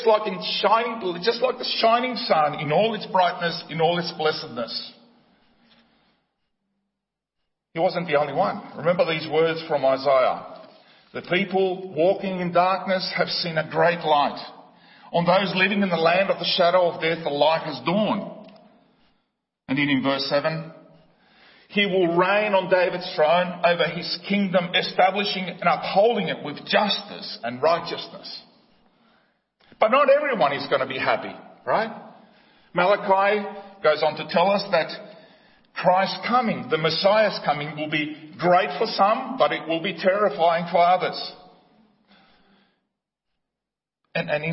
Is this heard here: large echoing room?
yes